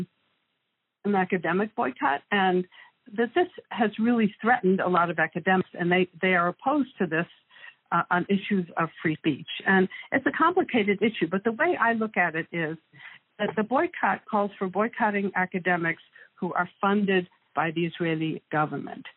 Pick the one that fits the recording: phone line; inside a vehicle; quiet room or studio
phone line